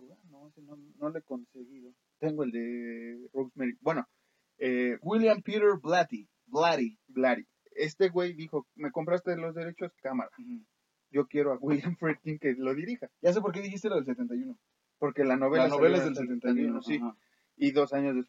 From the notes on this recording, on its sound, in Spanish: DISCULPE LOS PROBLEMAS EN EL AUDIO, UN DEMONIO SABOTEO ESTE EPISODIO.